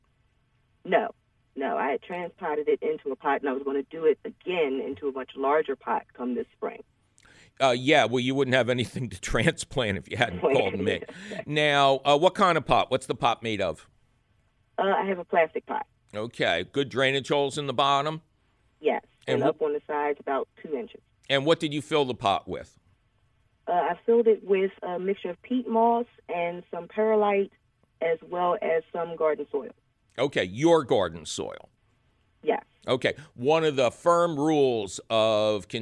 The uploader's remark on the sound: phone call questions